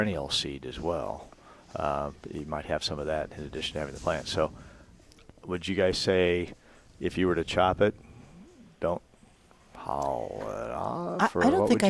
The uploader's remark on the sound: Live at Prairie Gardens